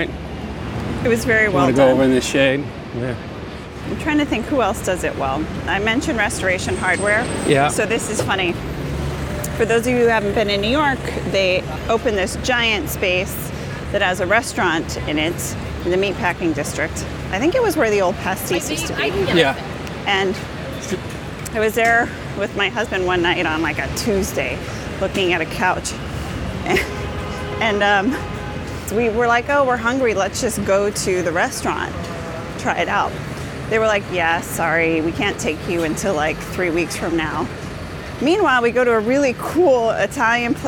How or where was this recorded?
outdoors